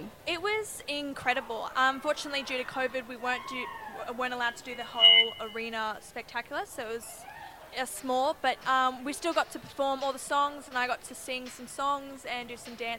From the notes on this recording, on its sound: outside broadcast for 2020, from Springfield Central State High School